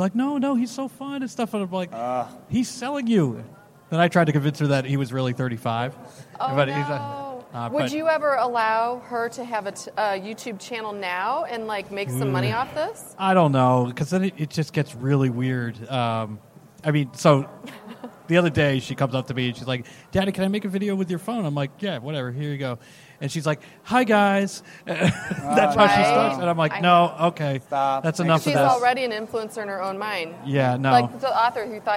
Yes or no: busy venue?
yes